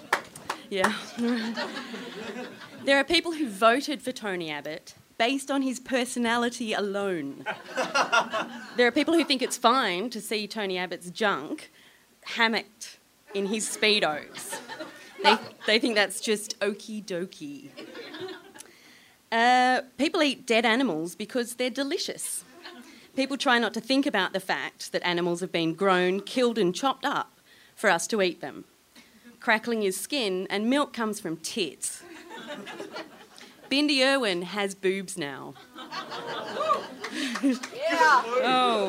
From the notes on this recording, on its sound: A Rational Fear At Sydney Fringe. Live from the Sydney Fringe Festival.